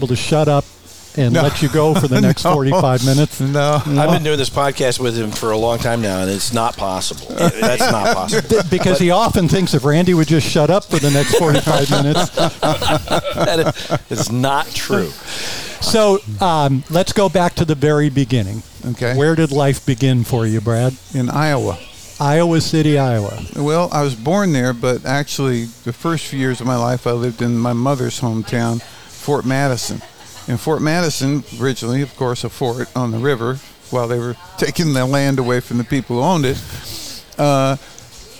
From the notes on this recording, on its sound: Recorded in the center of the Coachella Valley universe, Little Bar. Recorded in the center of the Coachella Valley universe, Little Bar.